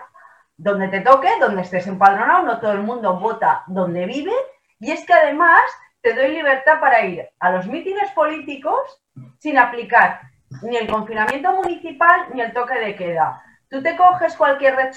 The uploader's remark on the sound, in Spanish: Mesa de debate virtual.